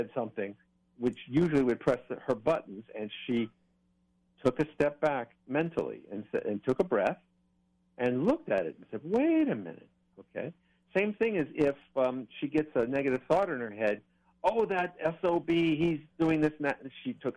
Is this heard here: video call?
no